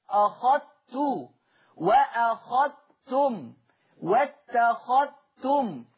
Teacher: أضغم ورش الذال الساكنة في التاء المتحركة في لفظ أخذت